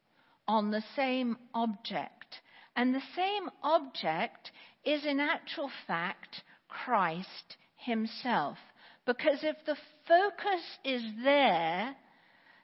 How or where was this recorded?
large echoing room